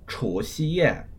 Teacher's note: So once again, that's CHU in the second tone, 除, and then XI in the first tone, 夕, and then YE in the fourth tone